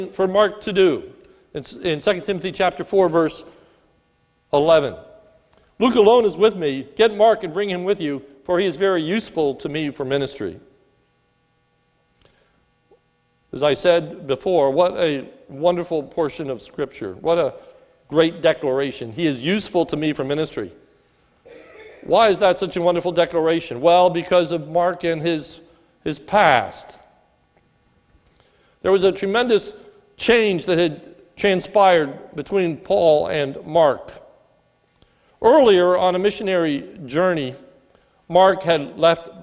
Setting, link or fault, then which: setting, large echoing room